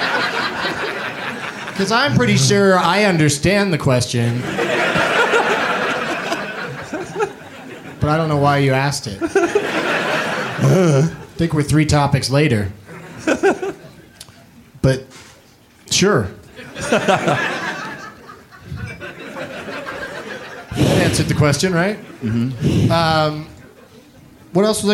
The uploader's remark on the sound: Live from Comedy Works in Denver, CO